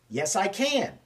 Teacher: Since can is the only verb here, we stress it in that context.